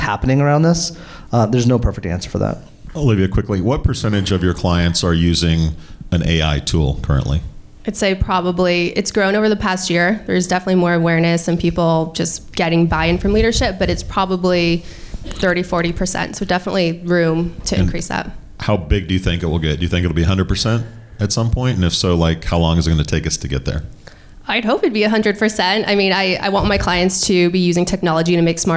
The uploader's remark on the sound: This is Part II of a two-part podcast LIVE from Tempe Arizona and the TAtech AI Summit.